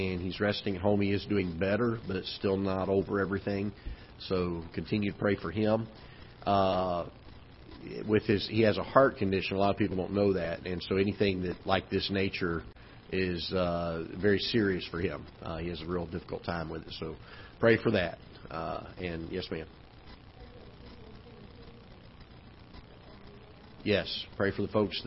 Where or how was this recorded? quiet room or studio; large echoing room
large echoing room